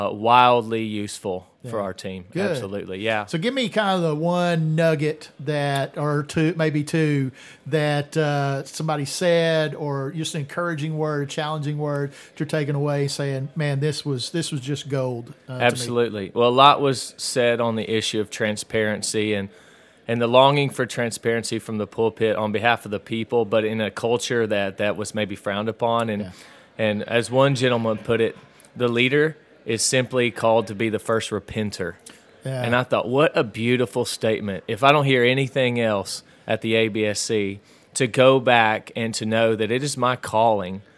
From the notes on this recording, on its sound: attendees of the Young Leaders Panel at the Pastor's Conference and Arkansas Baptist State Convention